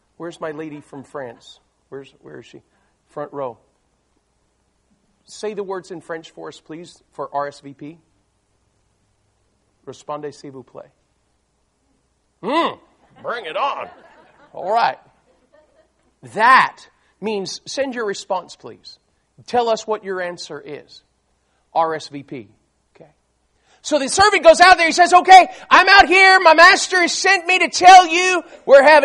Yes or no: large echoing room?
yes